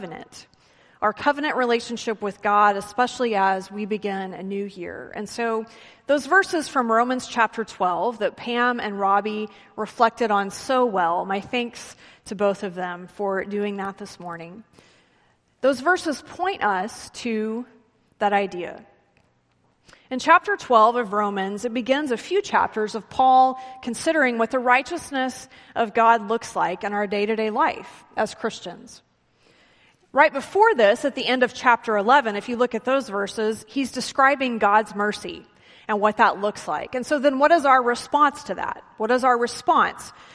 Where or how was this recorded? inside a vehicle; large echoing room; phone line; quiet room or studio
large echoing room